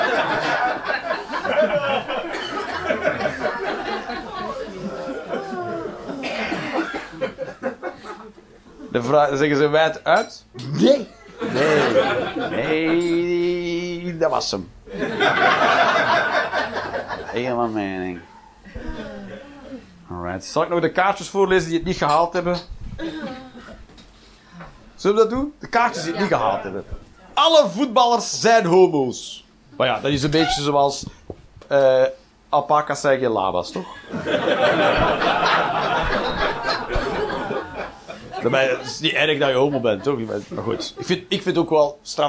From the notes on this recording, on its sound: Live 19 April 2023, The Joker, Antwerpen